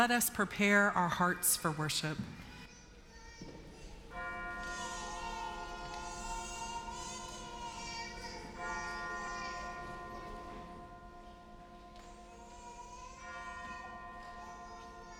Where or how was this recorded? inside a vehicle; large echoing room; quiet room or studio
large echoing room